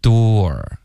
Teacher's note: door 的这个发音呢是一个倒 C 的这个元音后面带一个 R